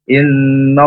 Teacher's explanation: Inna Allah inna bacaan hunna musyaddadah. Ditahan dua harokat supaya berdengung